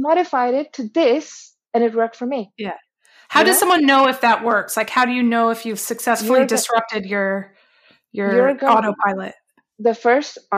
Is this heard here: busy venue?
no